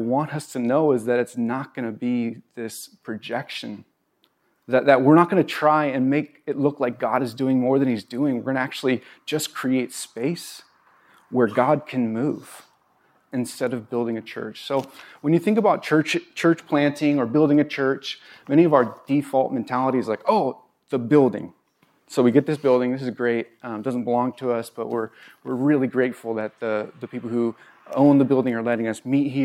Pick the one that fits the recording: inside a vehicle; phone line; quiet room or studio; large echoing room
large echoing room